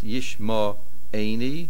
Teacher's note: The Mem has a komatz. Yishmo-Eini. The main accent is on the Ayin.